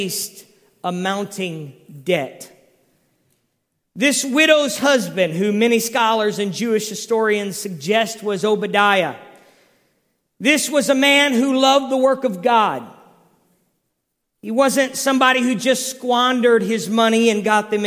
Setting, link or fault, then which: setting, large echoing room